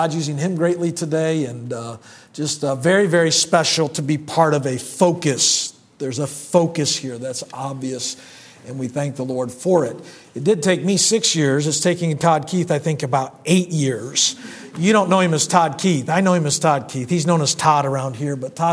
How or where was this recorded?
large echoing room